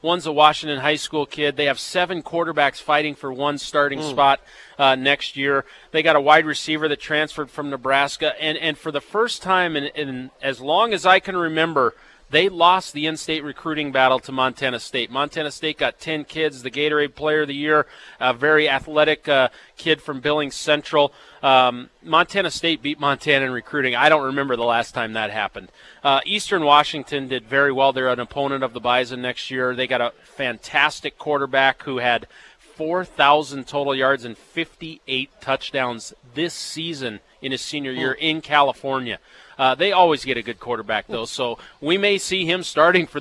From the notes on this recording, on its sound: live from the Ramada